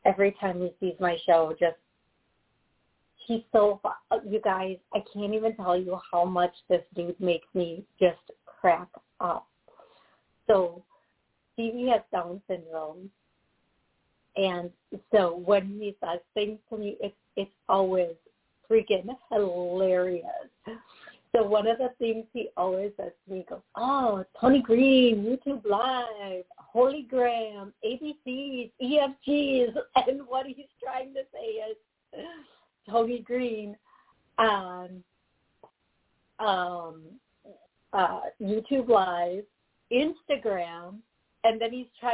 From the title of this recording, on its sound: Live Call